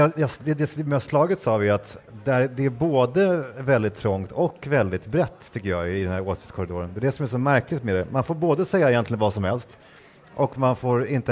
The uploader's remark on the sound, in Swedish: Live från Almedalen